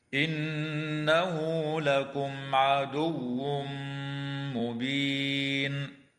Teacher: ويدغم التنوين في الميم مع الغنة في قوله تعالى عدو مبين